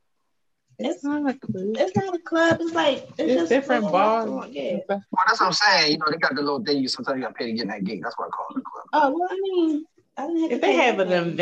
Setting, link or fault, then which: link, video call